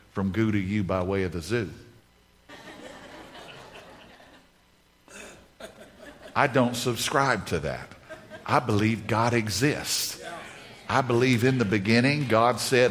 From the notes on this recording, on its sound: In this message from the Renew Conference